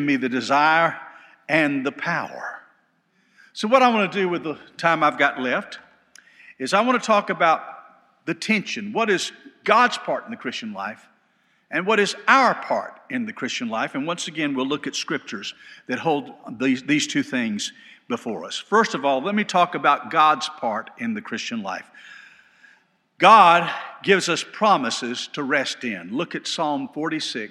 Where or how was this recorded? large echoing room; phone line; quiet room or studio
large echoing room